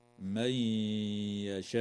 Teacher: وتدغم النون الساكنة في الياء مع الغنة